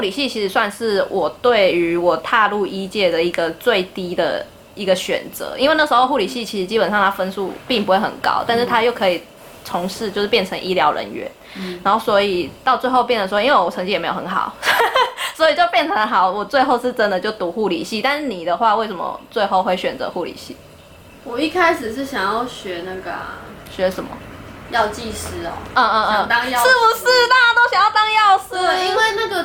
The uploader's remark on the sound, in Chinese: 這集是在朋友家錄音，因住大馬路旁所以會有一些環境音，。加上朋友家養魚所以會有水聲，請見諒。